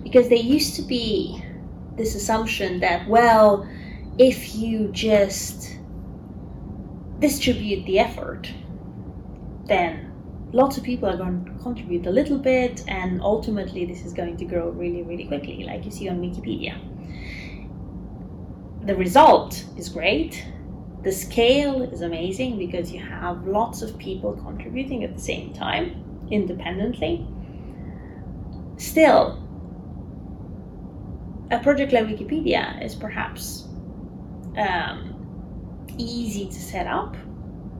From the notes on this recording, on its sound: Apologies about the background noise, unfortunately, I couldn't remove it. Filmed in person.